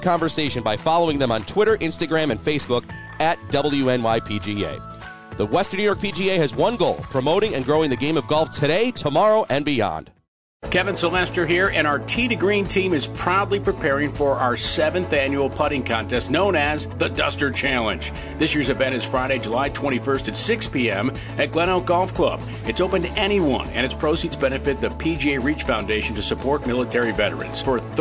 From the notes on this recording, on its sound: Tee 2 Green Live From Niagara Falls Country Club.